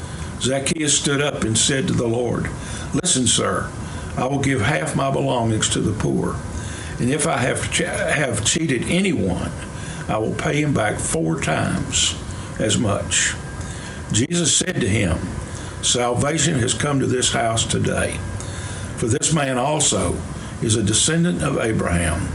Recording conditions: large echoing room